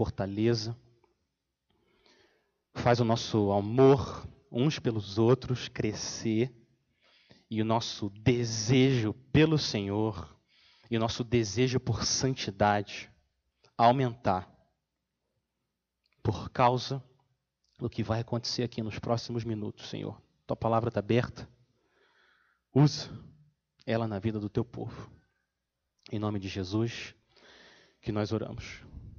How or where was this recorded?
large echoing room